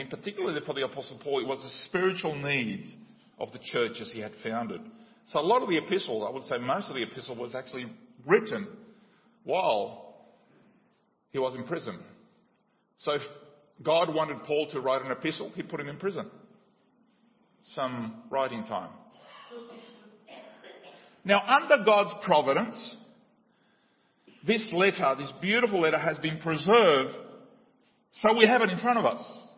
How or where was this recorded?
large echoing room